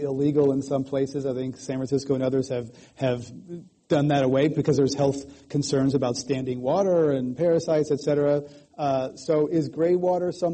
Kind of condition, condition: setting, live audience